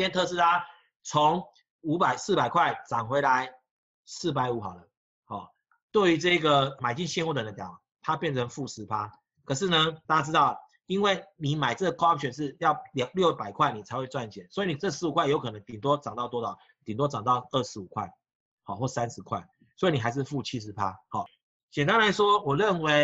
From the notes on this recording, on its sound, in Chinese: 本集錄音沒存好，先用線上會議本身錄音檔來剪